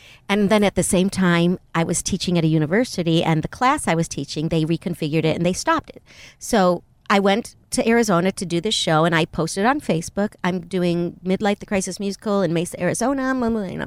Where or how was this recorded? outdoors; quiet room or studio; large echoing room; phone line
outdoors